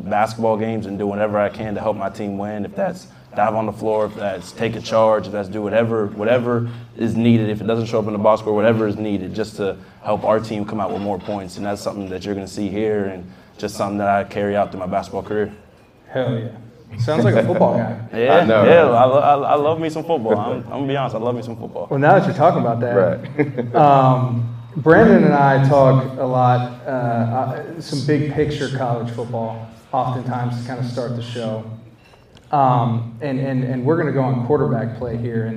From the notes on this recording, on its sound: Huge shoutout to Champs Downtown for the helping us host this live show! Thank you to everyone who made it to the event!